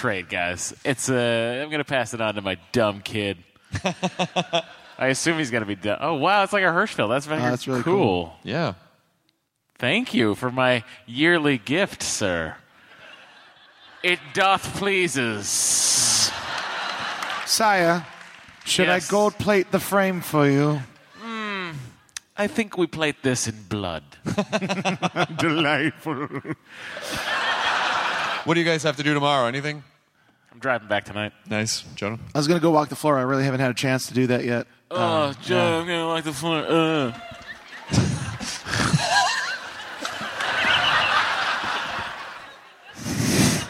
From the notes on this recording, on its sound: they take quemments from the audience!